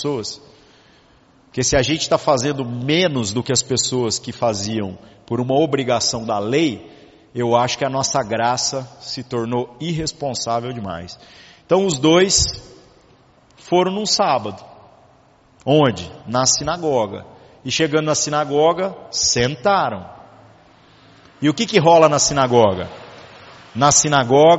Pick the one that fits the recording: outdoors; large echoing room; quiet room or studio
large echoing room